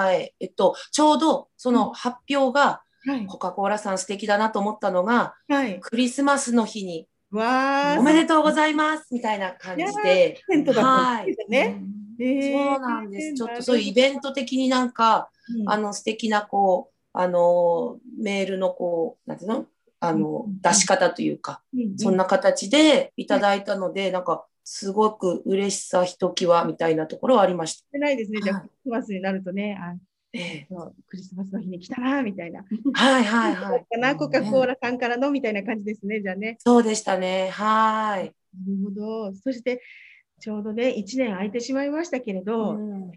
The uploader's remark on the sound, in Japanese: Zoomでお話を聞きました